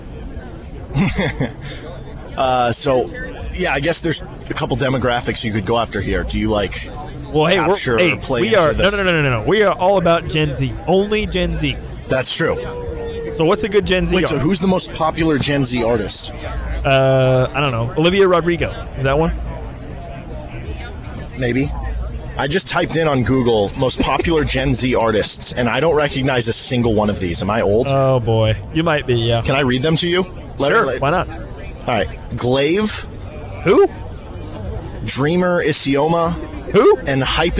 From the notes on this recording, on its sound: The start of Big 12 Football Media Days live from Dallas. Live from Big 12 Media Day.